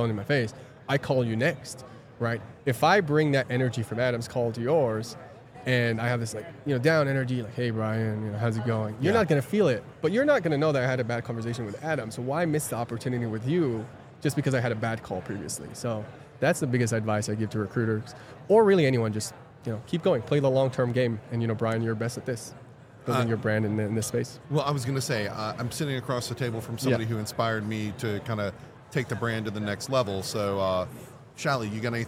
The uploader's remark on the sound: This is a special mini series recorded with Oleeo at HR Tech 2023. This is a special mini series recorded with Oleeo at HR Tech 2023.